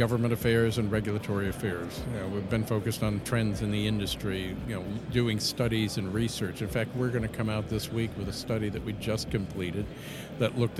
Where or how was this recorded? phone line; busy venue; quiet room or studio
busy venue